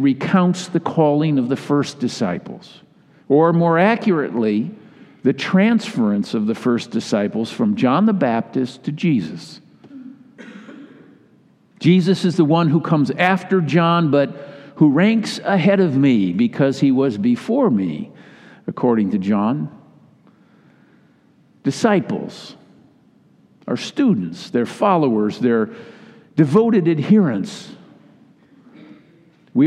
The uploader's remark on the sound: delivered in all three Sunday services.